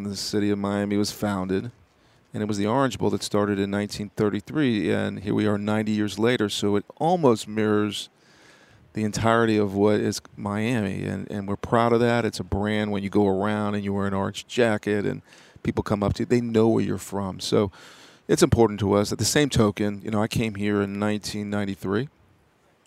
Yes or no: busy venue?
yes